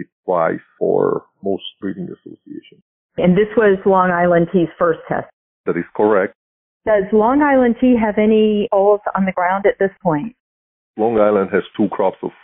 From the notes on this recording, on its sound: Access to the testing location at Hilltop Farm were restricted due to COVID. Interviewed stallion owners by phone.